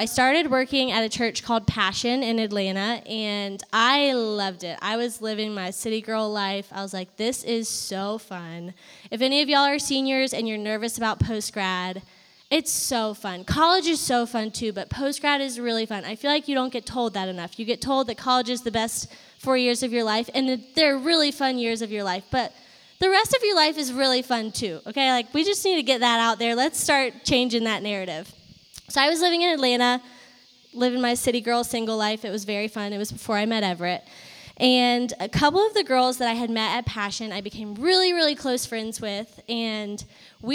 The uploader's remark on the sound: Live from our fall worship night at Clemson.